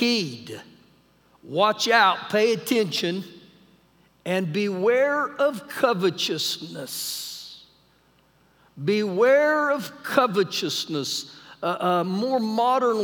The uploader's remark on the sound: Recorded live during our Wednesday night service